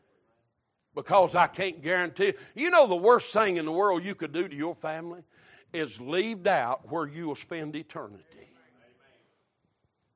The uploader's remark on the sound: Recorded March 19, 2023 - Sunday Morning Service